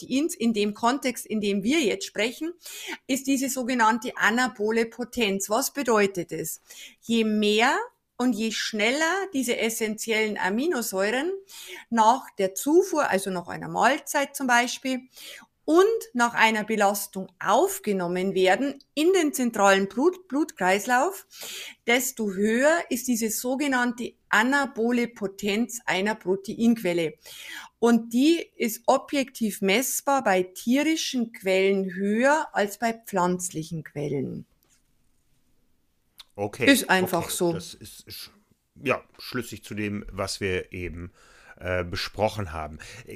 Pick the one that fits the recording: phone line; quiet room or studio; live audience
quiet room or studio